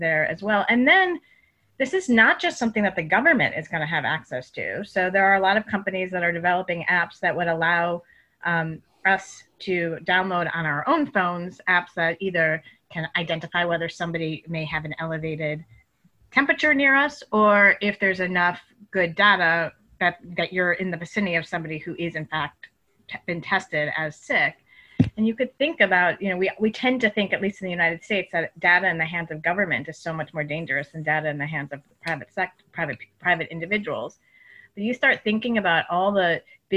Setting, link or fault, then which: link, video call